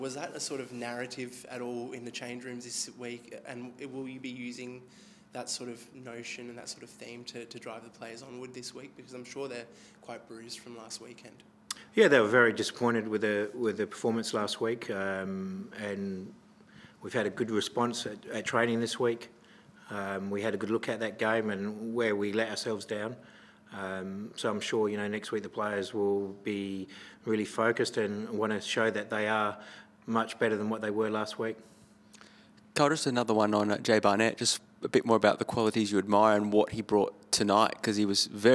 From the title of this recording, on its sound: post-match press conference